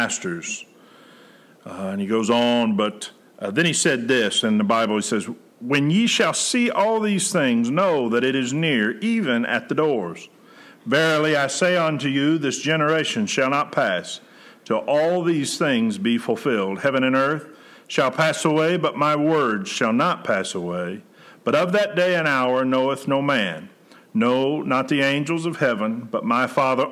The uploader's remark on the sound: Preached June 28, 2020 at General Baptist Church God's House of Prayer in Fairborn, Ohio